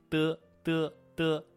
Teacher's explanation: 发这个音的时候，舌尖向上抬起来，轻轻地触碰我们的上牙床的牙根部分，嘚，嘚，嘚。发音的时候，气流有一个短暂的受阻的过程，气流憋住一会儿，嘚，嘚，嘚，嘚，嘚。我们来看字词，滴，嘚一，嘚一滴，高低，打，得阿，得阿达。回答，得一，得一抵。抵抗，大，得二，得二大。大树，滴，打。高低，大树发质两个词的时候非常干脆利落，生硬呢也比较短。再感受一下第一个词，高低，声音比较高，持续的时间比较长。高，大，低，树。告诉我们医生母呢，这个医生调要高而平，四声调要快而短，学儿歌，吃豆豆，长肉肉，不吃豆豆，精精瘦，吃豆豆长肉肉不吃豆豆，精精瘦。的的书写，大家看到我们的公众号里的动图，我们第一笔呢，可以从我们第二格开始写满它，向左边写一个半圆，然后从第二格线的上方写一竖，和我们的波是相反的。